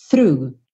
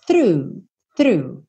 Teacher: Quando você tem o R, aí já é through. Você já poderia até esquecer desse O e pensar como se fosse direto pro U.